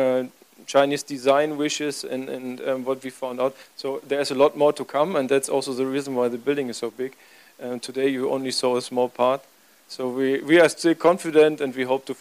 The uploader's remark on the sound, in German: Paneldiskussion auf dem Event. In Shanghai China.